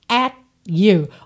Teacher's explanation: Olha esse T do at vindo só para encerrar o som da vogal A